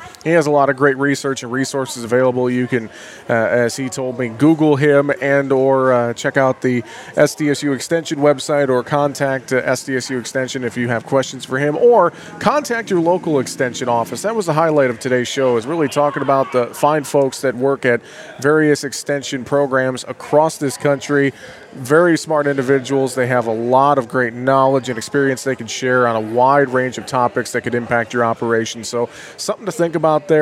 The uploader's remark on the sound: we broadcast live from Day 1 of Dakotafest in Mitchell, SD